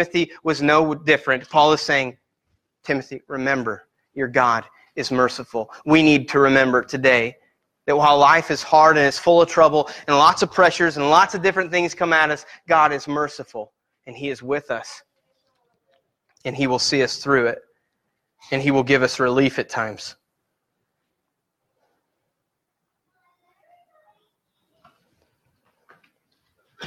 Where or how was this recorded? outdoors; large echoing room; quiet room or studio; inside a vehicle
large echoing room